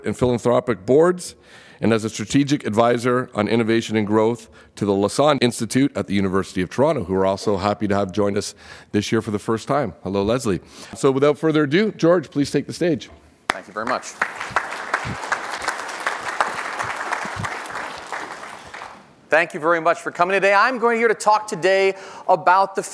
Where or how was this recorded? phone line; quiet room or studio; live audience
live audience